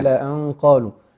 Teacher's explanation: لغنة اخفاء النون، طبعا هتكون غنة مفخمة عشان حرف القاف